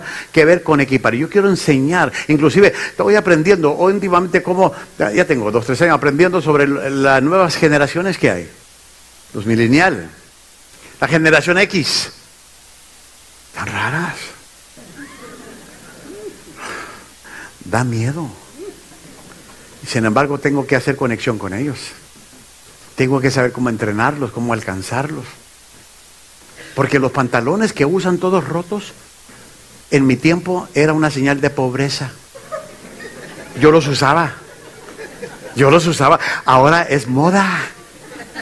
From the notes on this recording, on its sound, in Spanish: Esta lección fue grabada en vivo durante las conferencias de Liderazgo Enfocado el 22 de abril, 2019 en la iglesia Centro Familiar Cristiano